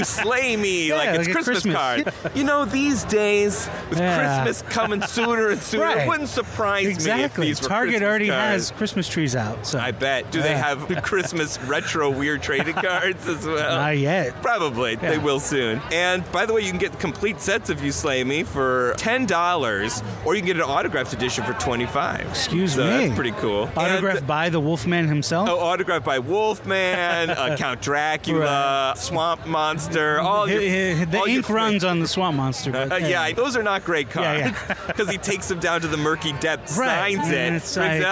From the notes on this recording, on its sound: Live at Los Angeles Comic-Con